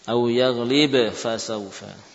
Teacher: Ba dan fa mutaqariban, ya, mutaqariban ada hubungan taqarub, ba bibir dengan bibir, fa bibir bawah dengan gigi, hubungannya dekat, namun kedekatannya ternyata tidak membuatnya diidgham. · Term: Izhar